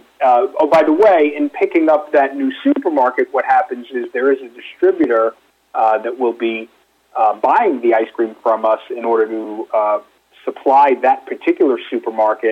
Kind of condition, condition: link, phone line